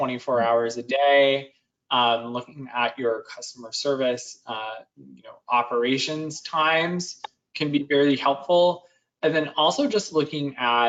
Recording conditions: video call